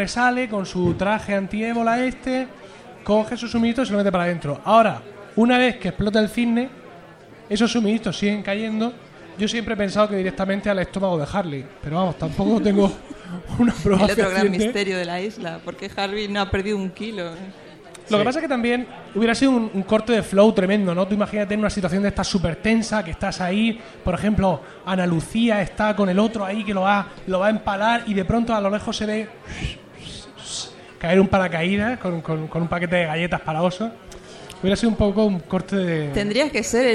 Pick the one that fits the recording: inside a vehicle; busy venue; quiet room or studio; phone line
busy venue